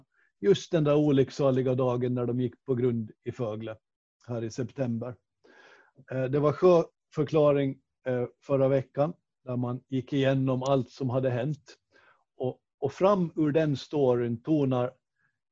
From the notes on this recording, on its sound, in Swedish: Avsnittet är inspelat genom Zoom, så ljudkvaliteten är lite sämre än vanligt.